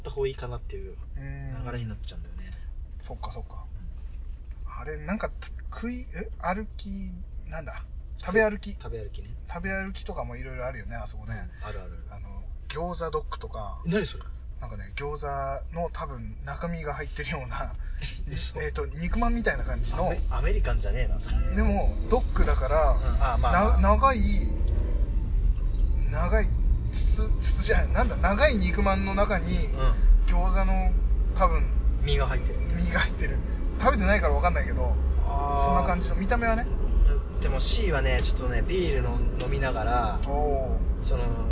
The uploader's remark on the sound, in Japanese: ヒトノワまでの車内雑談※雑音注意！先日お邪魔した『カフェ ヒトノワ』さんへ向かう道中、車内での雑談が思ったより盛り上がったのでオマケとして配信します。車内での録音ですので、走行音などの雑音が混じっております。完全ノーカットでお送りいたします。